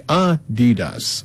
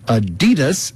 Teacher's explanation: with a slight emphasis on the first syllable · Shown in: first take · not Adidas, stressing the second.